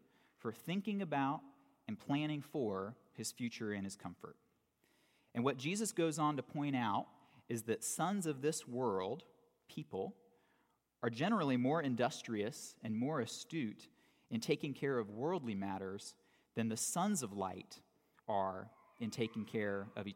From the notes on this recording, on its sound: For the last Sunday of 2018 at Redeemer Presbyterian Church in Charleston, SC